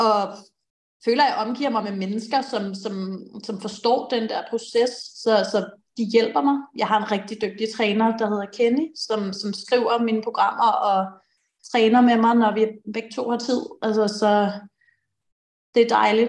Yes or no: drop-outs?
yes